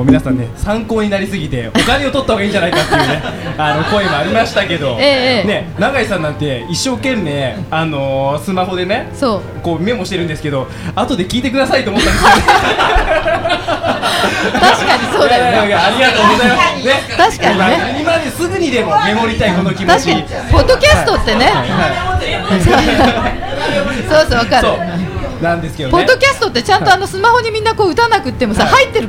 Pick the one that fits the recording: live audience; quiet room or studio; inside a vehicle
live audience